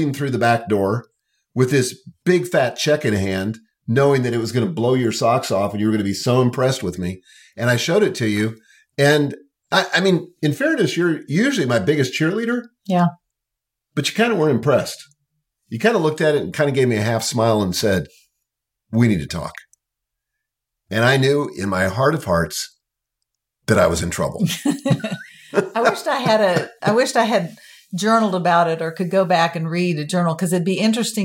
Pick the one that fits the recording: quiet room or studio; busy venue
quiet room or studio